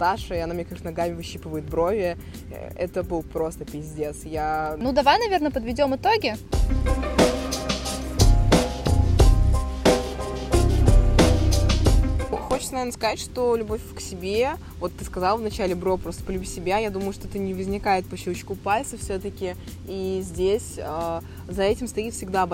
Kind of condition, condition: setting, outdoors